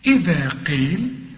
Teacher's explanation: طلع لسانك في الذال